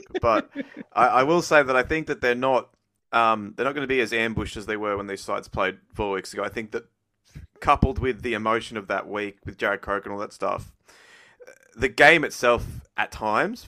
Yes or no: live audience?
no